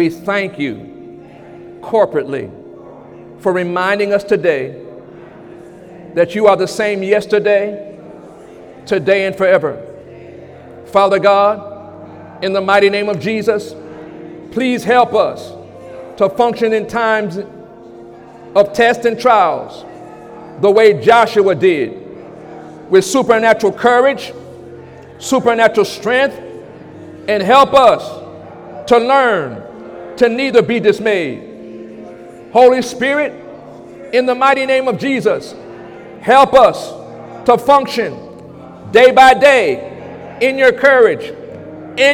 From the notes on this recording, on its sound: During Sunday morning service on July 16, 2017